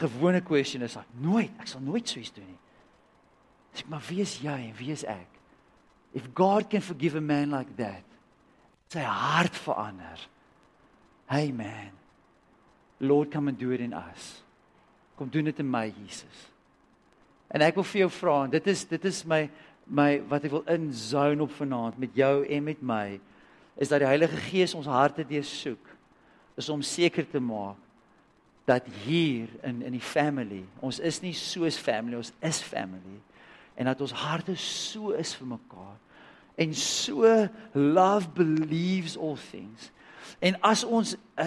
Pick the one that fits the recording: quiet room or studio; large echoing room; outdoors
large echoing room